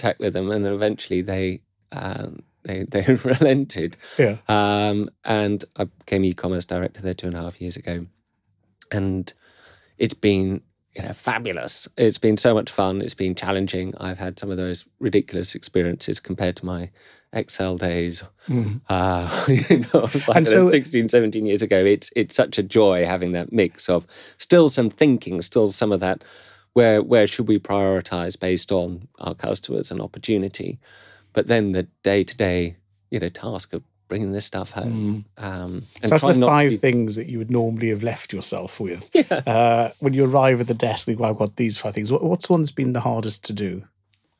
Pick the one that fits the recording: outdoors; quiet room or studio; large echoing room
quiet room or studio